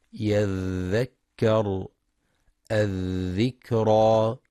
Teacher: ينتبه القارئ لرخاوة الذال، وهو جريان الصوت عند النطق بالحرف